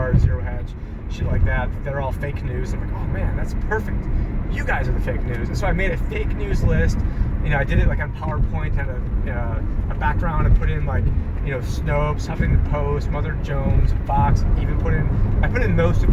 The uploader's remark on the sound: Epic Rant While Driving To Jekyll Island. Filmed whilst driving so please be advised audio quality isn't where it usually is.